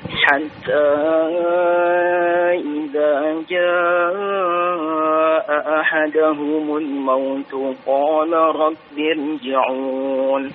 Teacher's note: ada dua A di situ ya, jangan digabung ya, dipisah